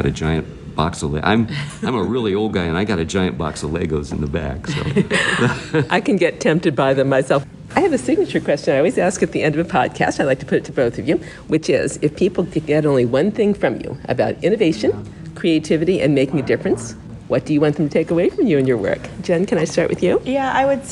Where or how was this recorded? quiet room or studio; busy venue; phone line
busy venue